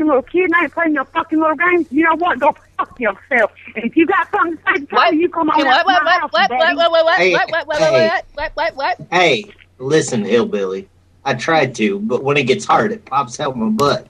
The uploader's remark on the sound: Prank Phone Calls Collection